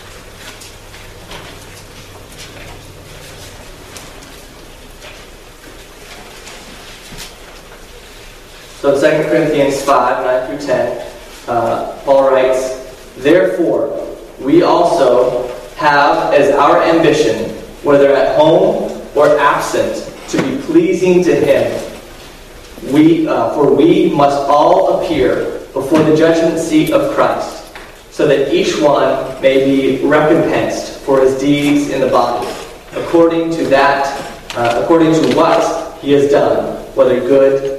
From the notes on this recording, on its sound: given at Harmony Bible Church in South Thomaston, Maine